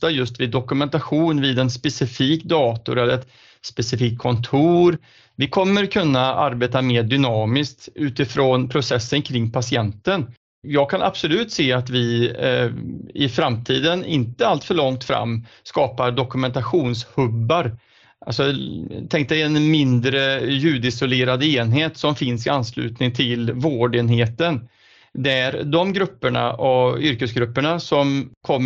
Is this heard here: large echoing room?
no